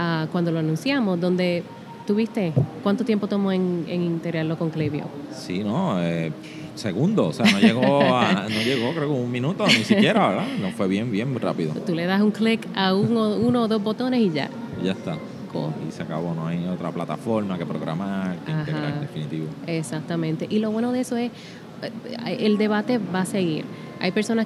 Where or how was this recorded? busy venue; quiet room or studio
busy venue